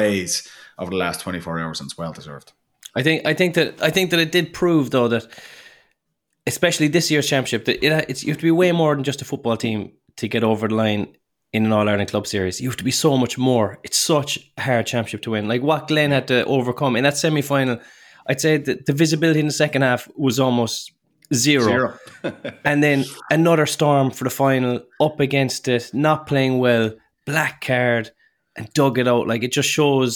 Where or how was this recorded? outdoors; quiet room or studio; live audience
quiet room or studio